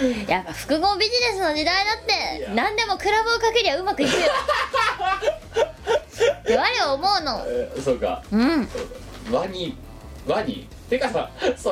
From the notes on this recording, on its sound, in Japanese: 機材の関係でノイズが多く入っております。